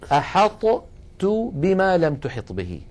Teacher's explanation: أحط هذه طاء ساكنة، تو هذه تاء متحركة، والطاء والتاء من المخرج نفسه، والأول منهما ساكن · Term: حرفان متجانسان